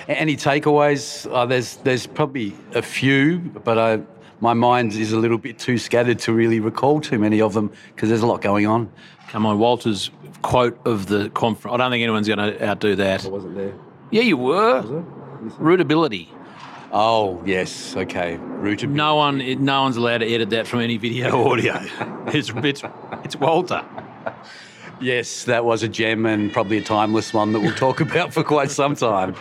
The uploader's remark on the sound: Took aside a number of speakers and attendees of the Resource Consulting Services Australia (RCS) in July 2022. The long-awaited 10 yearly conference.